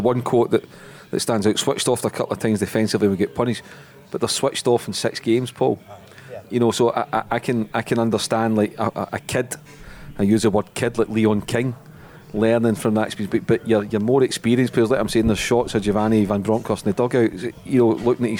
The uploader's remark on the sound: recorded at The Radisson Red Glasgow